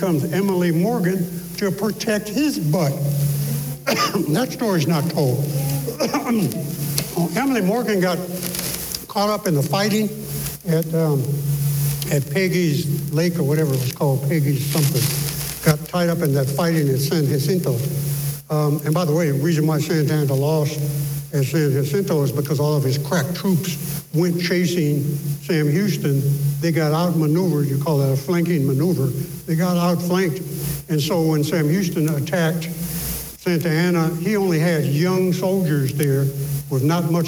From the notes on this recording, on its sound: In this special live recording, Entrepreneurial Appetite's Black Book Discussions partners with the San Antonio African American Community Archive and Museum (SAAACAM).